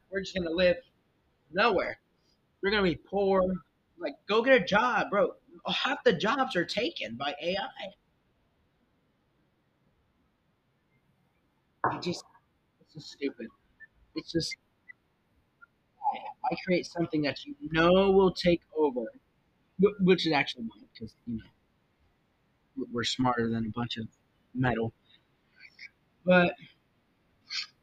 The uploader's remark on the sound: I was waiting for a new microphone and it got here. The microphone audio messed up.